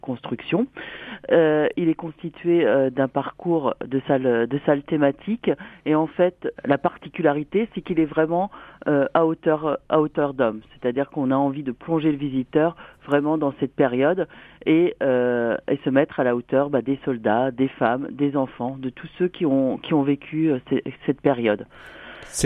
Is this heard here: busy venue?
no